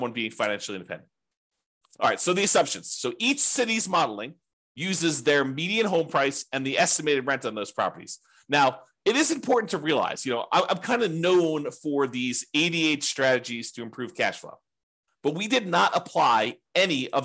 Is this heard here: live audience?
no